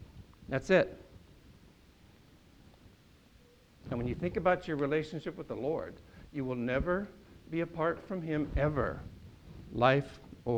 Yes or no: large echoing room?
yes